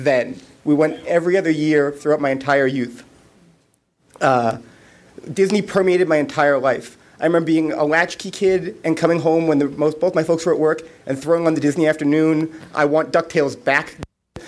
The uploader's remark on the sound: Recorded live at the New England DIS meet for Give Kids The World. The live audience also steps in and tells their stories.